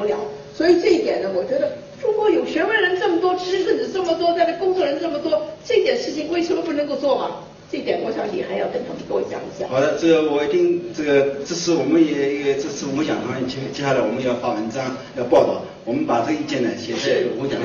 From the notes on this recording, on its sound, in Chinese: 走进上海格致中学大礼堂，精神矍铄。40多分钟的演讲，她始终站着，并且不拿讲稿。她讲话的声音洪亮，慧识的妙语几度将现场气氛推向高潮。